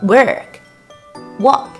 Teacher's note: 区别就在于 work 的卷舌音